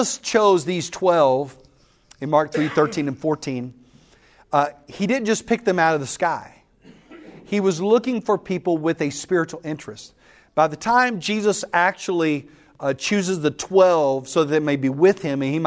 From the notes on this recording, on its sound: The following audio comes from the National Disciple Making Forum by Discipleship.org . That’s where audio for today’s episode was recorded.